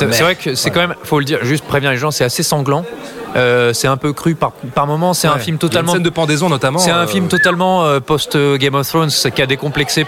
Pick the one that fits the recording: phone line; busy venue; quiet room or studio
busy venue